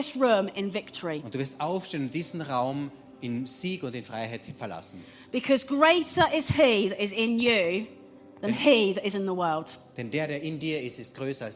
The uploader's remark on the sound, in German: Gottesdienst live aus der LIFE Church Wien.